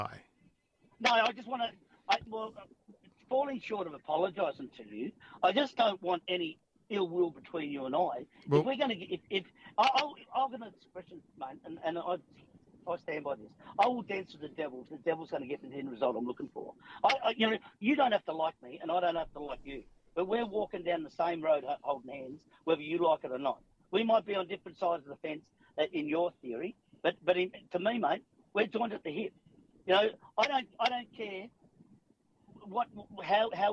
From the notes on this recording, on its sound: Apologies for the sound. This is what happens when you're not in the studio trying to record live.